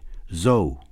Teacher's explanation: Omitted in clusters, close. Alveolar fricatives, weakly articulated